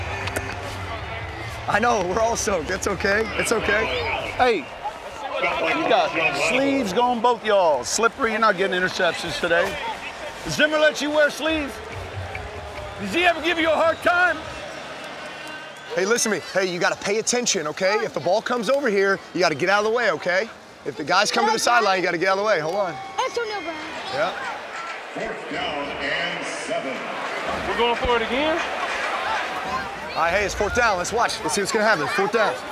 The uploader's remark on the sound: Best Mic'd Up Sounds of Pro Bowl, 2018